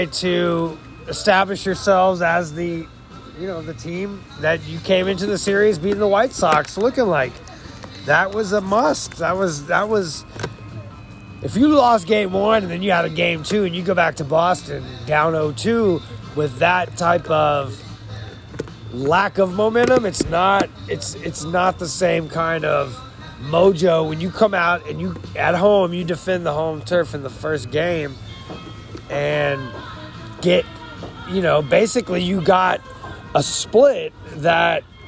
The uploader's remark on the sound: LIVE from The New Potato in downtown HTX.